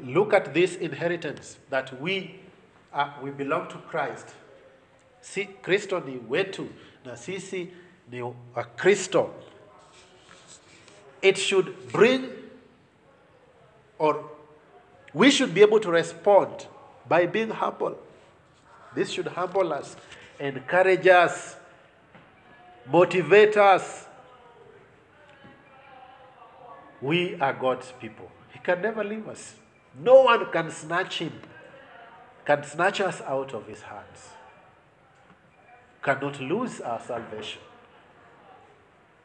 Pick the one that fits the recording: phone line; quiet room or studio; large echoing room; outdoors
large echoing room